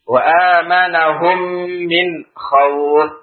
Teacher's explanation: Wa amanahum min khawf dengan gunnah dua harokat · Term: idgham mithlain saghir